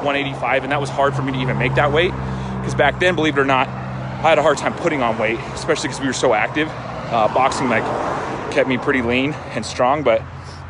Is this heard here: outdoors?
yes